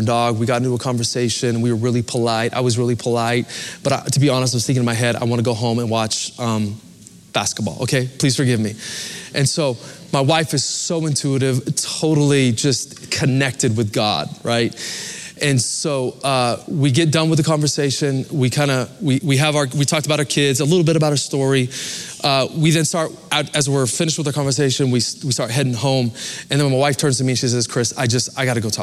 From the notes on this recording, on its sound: Recorded live at Capital Church, Meridian, Idaho